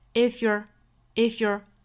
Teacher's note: 尾部是一个卷舌的 r 的音